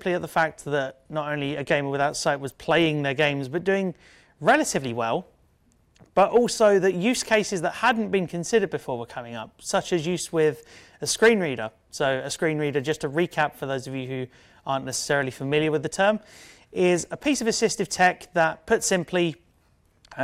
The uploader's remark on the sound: A talk at the 2018 Gaming Accessibility Conference